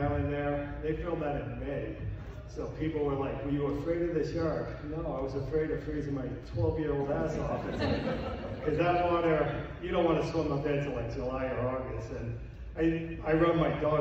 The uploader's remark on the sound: Days of the Dead Indianapolis, July 16, 2021.